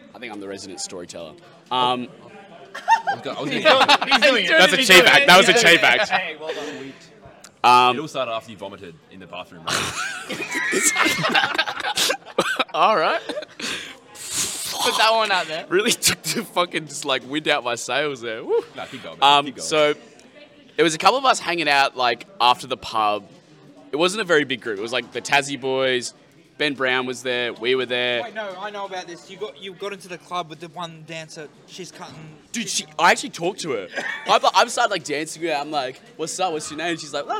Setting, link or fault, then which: setting, live audience